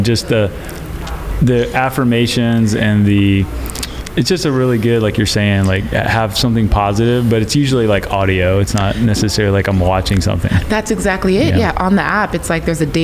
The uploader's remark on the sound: at the Craft + Commerce Conference in Boise, ID